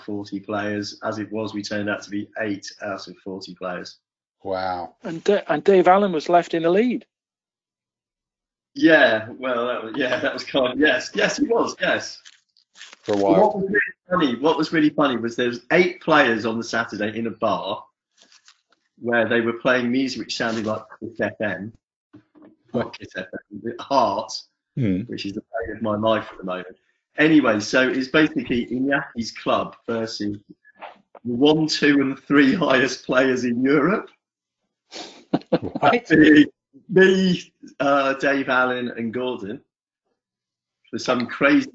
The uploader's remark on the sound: wrestle with audio quality across a variety of supposedly professional-grade audio conferencing apps